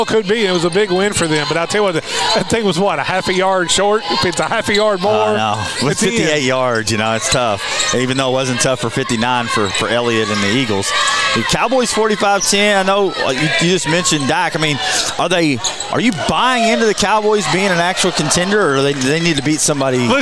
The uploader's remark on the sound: Live at the Owensboro Sportscenter.